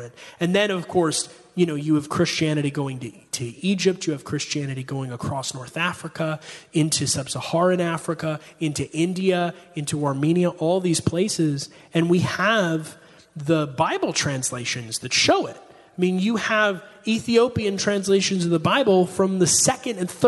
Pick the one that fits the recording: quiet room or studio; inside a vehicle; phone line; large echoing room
large echoing room